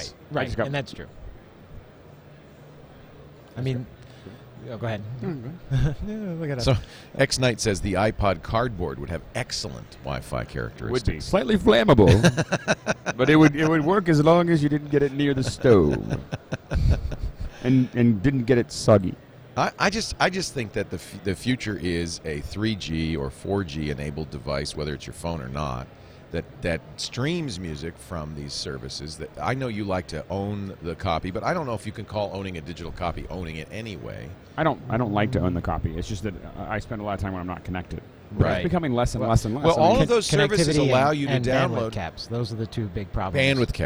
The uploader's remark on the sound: Live from NAB Show 2011